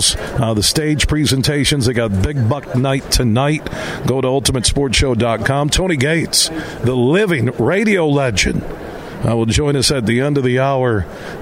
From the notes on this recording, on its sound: we're broadcasting live from DeVos Place in downtown GR as the Ultimate Sport Show is in town today through Sunday